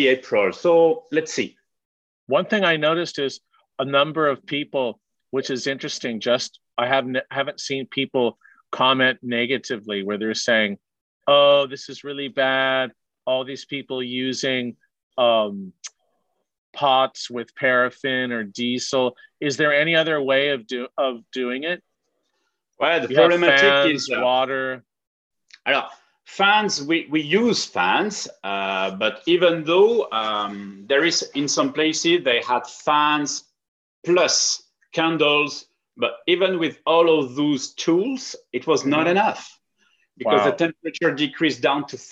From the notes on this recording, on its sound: over Zoom